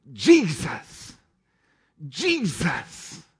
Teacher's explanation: he pronounces the name Jesus with a very pronounced emphasis on the first syllable